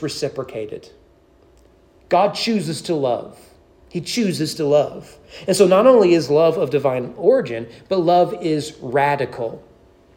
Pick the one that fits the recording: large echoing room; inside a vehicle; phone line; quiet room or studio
large echoing room